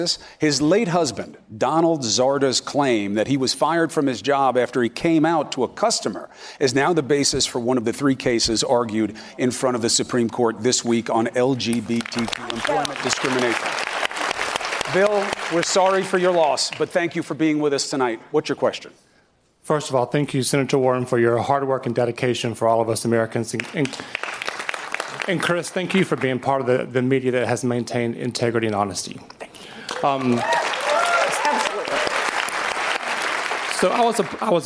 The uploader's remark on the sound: answers questions during a live town hall